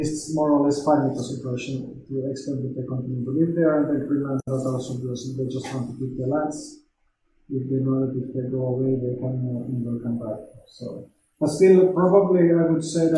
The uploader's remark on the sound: Sorry for sound quality issues, my mic had a malfunction the same day and could not find a replacement on short notice.